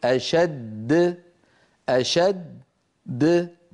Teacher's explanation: تقلقلت الدال الثانية، أما الأولى فبقيت على حالها